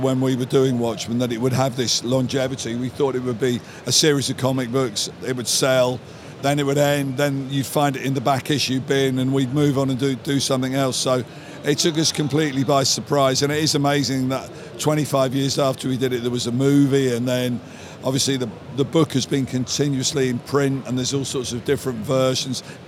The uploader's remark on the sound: At New York Comic Con NYCC 2017. At NYCC 2017, we sat down.